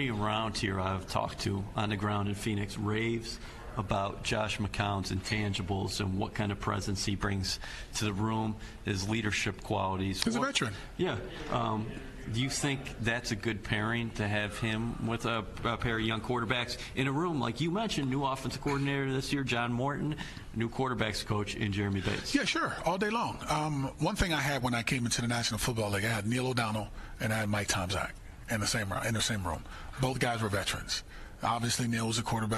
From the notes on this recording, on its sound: Live at the League Meetings